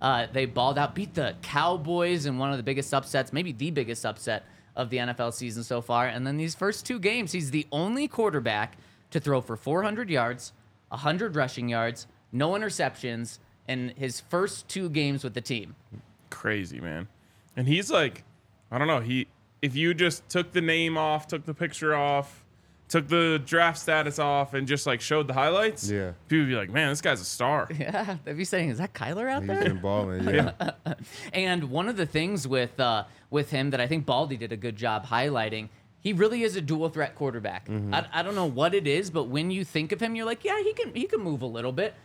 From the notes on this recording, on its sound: coming to you LIVE from the DNVR Bar